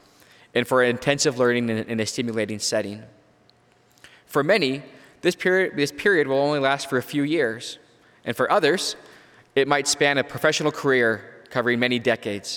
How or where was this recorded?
live audience